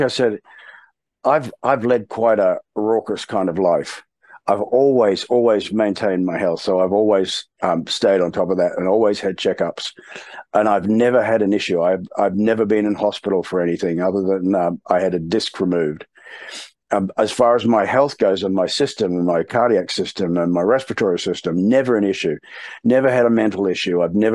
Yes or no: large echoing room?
no